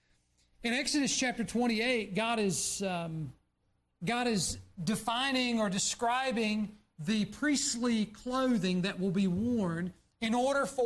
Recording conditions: large echoing room